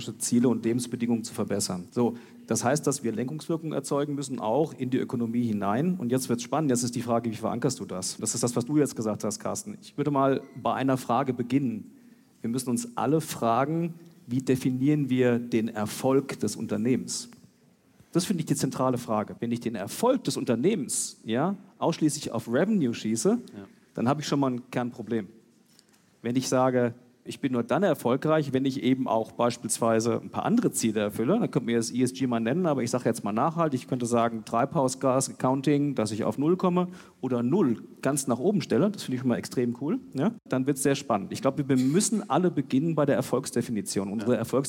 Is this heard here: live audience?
yes